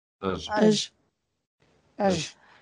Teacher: эта «а», поскольку она начальная, она очень слабая, то она уходит, может слышаться как «э», иногда может слышаться как просто выдох. И то есть мы имеем вариации наряду с «эж», вариация «эж», которая является более типичной.